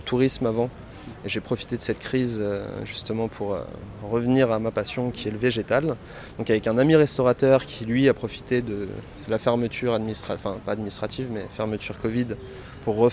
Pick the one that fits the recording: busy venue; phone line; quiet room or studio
busy venue